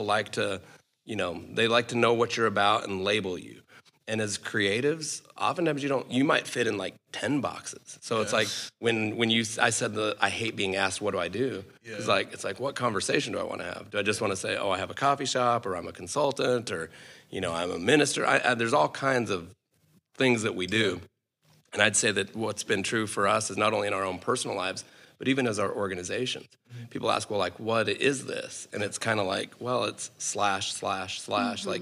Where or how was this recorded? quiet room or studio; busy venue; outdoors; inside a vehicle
busy venue